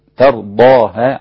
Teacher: ترضاها بالفتح ليس بالتقليل ولا الإمالة. احنا قلنا الإمالة المين والتقليل الورش، لكن ليس فيها إمالة ولا تقليل.